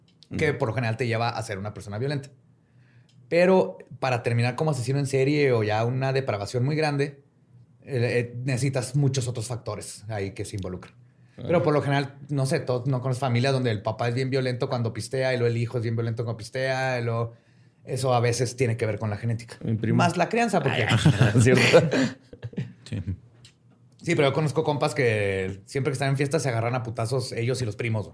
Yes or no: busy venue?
no